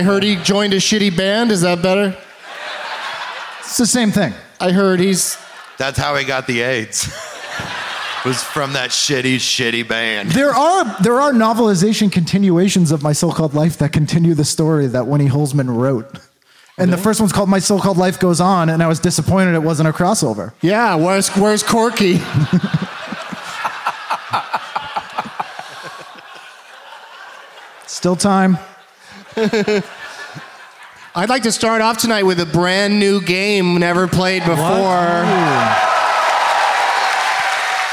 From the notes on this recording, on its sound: Live from the Wilbur Theatre in Boston, MA